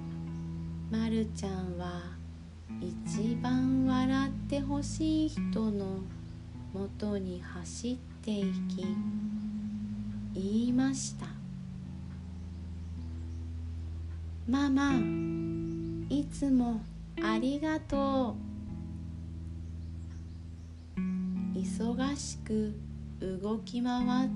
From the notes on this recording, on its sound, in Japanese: 毎回、乳飲児を抱きながら、おぶりながら録音しています笑。寝息が入っているかもしれません。